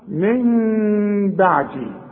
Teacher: يبقى هنا في ثلاث احكام العلماء بيقولوا اقلاب هنقلب النون الى ميم ونخفيها بالشفايف اخفاء مع الغنة. واسمع نطقها من بعدي، ما اقولش من بعدي واقولها نون، ولا اقولها ميم خالصة واقول من بعدي، يحصل انفراد في الشفايف.